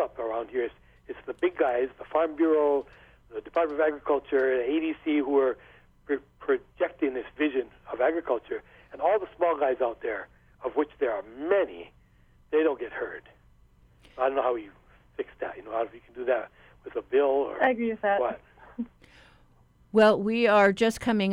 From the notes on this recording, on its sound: We've got a jam-packed call-in show